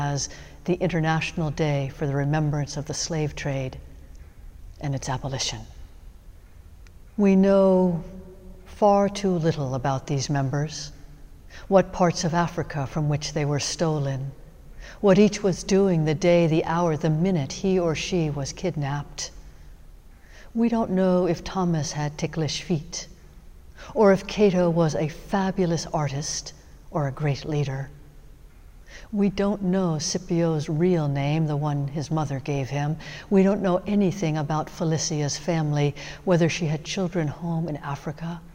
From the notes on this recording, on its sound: Sermons from Old South Church in Boston